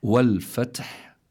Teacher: ثم عندنا كذلك الحاء بآخر الكلمة، كذلك من حروف فحثه شخص سكت، كذلك هي من حروف الهمس، فلا بد من جريان النفس عند النطق بالحاء. فإذا عندنا التاء وعندنا الحاء، كلاهما مهموس في هذه الكلمة.